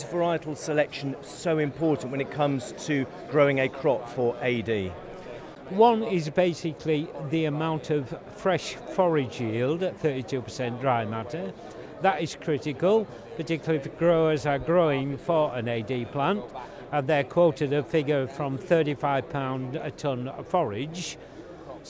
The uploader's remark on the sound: Live from the Engine Room. Today we are at the World Biogas Expo at the NEC in Birmingham.